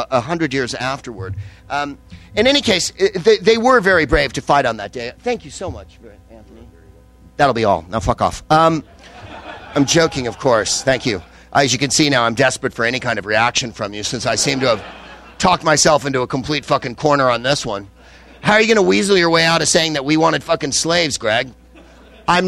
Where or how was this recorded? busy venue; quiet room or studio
busy venue